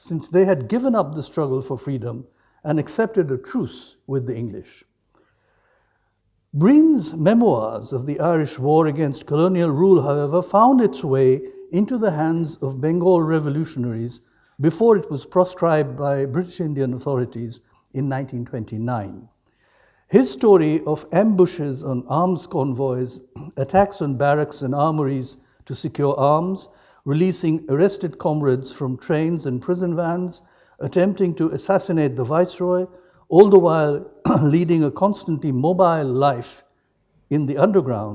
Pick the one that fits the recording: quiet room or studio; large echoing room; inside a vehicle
large echoing room